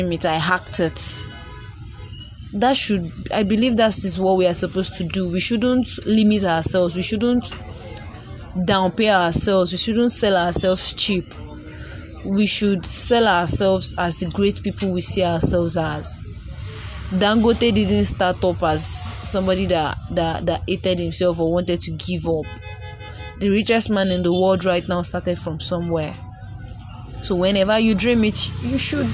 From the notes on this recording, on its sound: ignore the background noise, I am on the road.